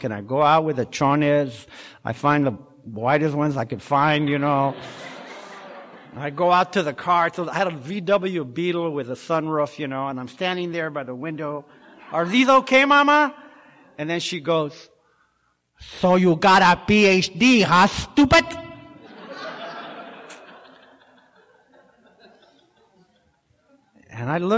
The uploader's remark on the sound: telling his story in March of 2018 at the Live at Pine Lake Speaker Meeting held every Saturday Night in Seattle